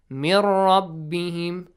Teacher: just merge them and do not pronounce, and do not produce a nasal sound. · Term: Idgham